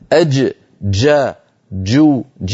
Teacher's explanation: ليست جيما رخوة كما يعتاد الناس في بعض العاميات المعاصرة أن يفعلوا · Term: الجيم الفصيحة